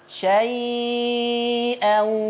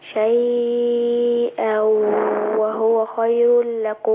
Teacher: وتمد شيئا أربعة على إيدك، أربع حركات